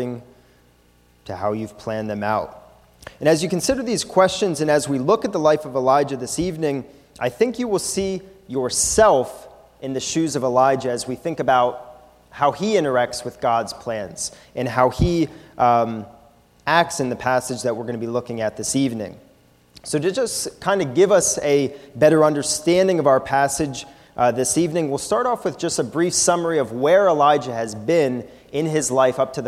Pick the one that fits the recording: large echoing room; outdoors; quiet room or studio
large echoing room